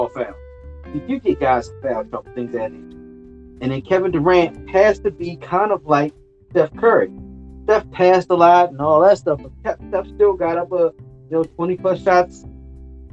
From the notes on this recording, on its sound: don't kill me for the sound